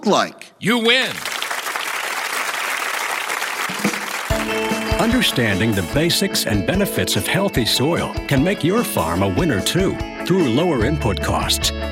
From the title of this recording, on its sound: Live from Farm Progress Show